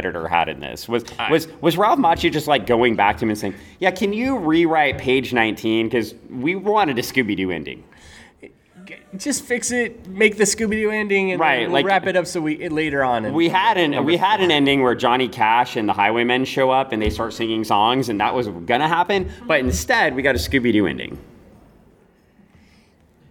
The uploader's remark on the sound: Live to tape from O Con Expo